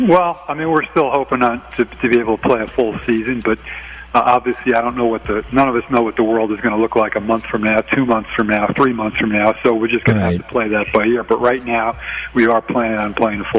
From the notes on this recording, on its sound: checked in on the big show star phone